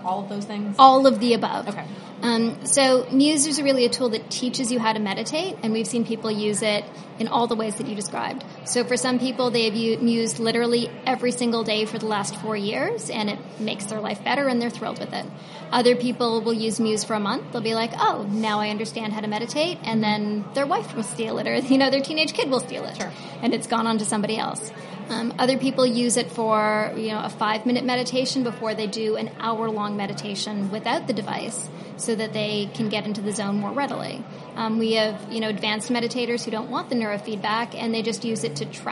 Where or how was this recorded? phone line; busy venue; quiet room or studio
busy venue